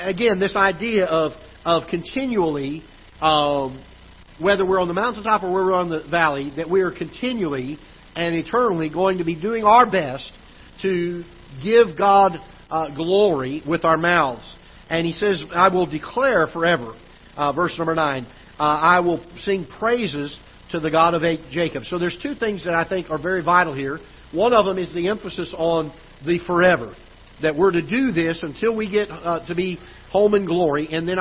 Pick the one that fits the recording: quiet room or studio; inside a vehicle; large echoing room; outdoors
large echoing room